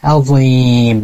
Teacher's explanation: Hati-hati juga di kalimat dha ketika dia dalam keadaan kasrah, jangan sampai dia tertukar dengan huruf zal. Walaupun dalam satu makhraj, yang membedakan adalah sifatnya. Dia sifat huruf dha itu mengangkat lidahnya.